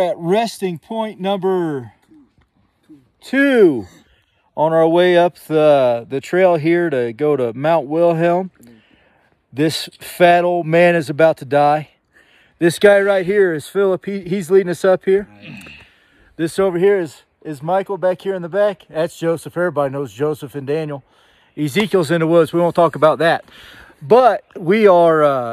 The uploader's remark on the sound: some soothing sounds of the waterfalls we were surrounded